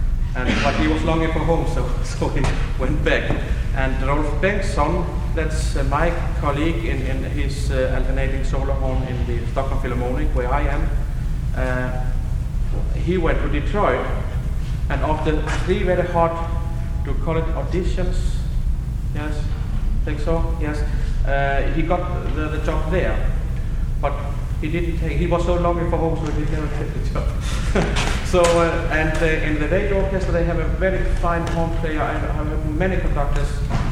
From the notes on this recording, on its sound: The first is from a lecture recital at the 1970 IHS Workshop in Tallahassee, Florida, USA, and the second is from a presentation at the 1972 IHS Workshop in Bloomington, Indiana, USA.